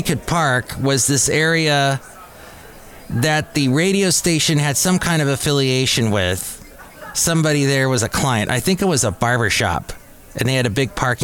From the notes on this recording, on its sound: podcasts live from Café Anyway